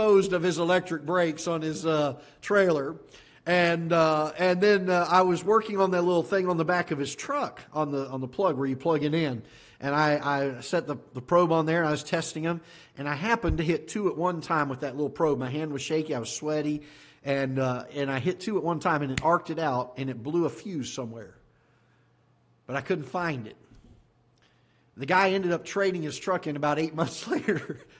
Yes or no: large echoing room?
yes